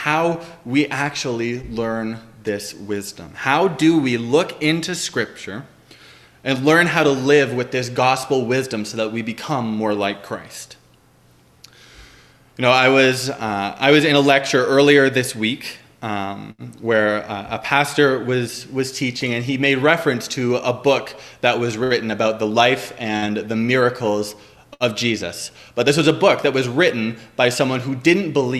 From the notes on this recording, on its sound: At Liberty Grace Church.